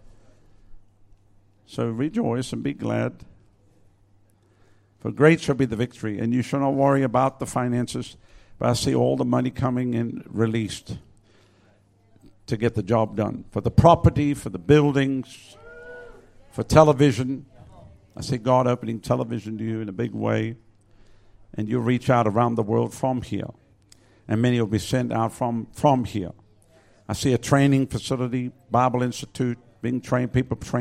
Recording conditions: large echoing room